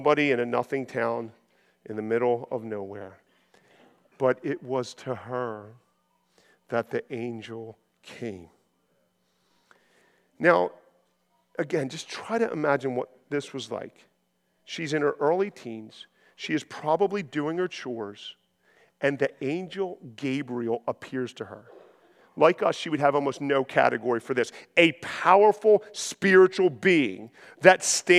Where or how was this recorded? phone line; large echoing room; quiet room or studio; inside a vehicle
large echoing room